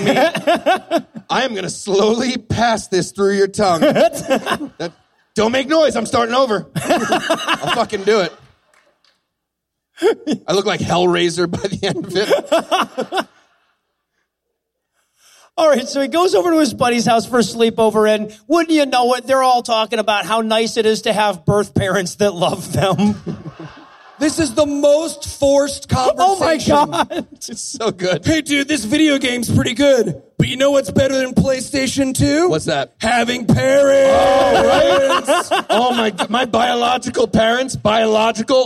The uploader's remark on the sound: Live from the American Atheist Conference in Cincinnati. We team up live in Cincinnati, Ohio from the American Atheist Conference.